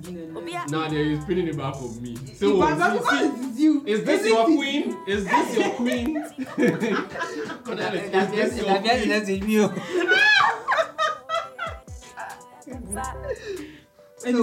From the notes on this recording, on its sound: Apologies for the poor quality of audio.